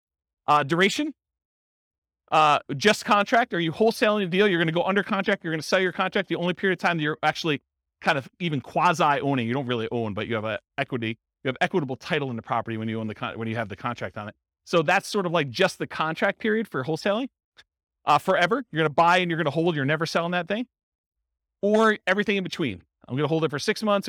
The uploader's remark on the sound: In Pasadena, California. This was a live class recorded to give investors a solid qualitative overview of all the different real estate investing strategies.